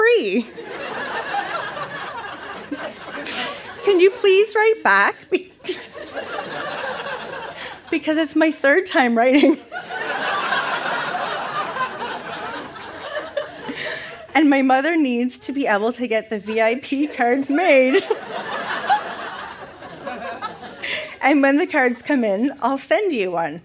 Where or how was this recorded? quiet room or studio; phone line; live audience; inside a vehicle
live audience